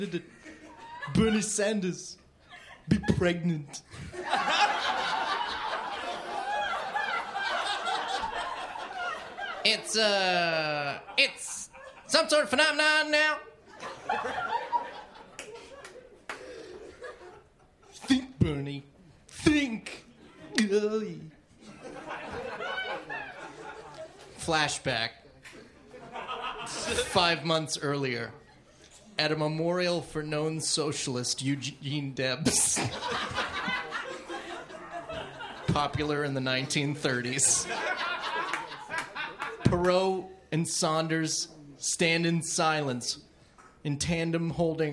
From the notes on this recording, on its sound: Recorded Live at Great Scott in Boston.